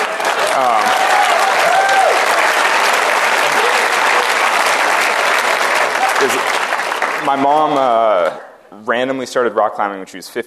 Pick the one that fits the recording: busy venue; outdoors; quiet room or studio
busy venue